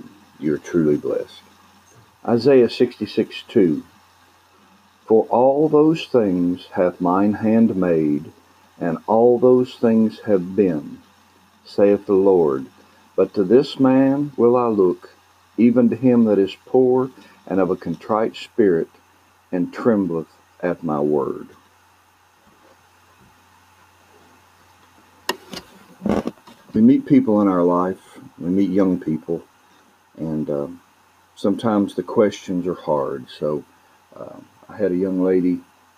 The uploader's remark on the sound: A rough recording